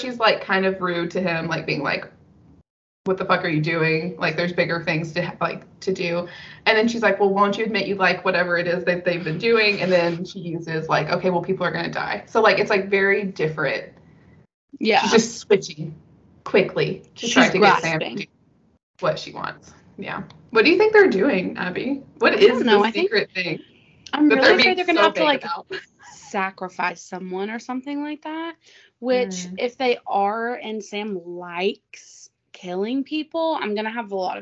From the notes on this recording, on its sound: Sorry our audio isn’t the best. We had to use the Skype video recording because of some tech issues from a certain host and co-host.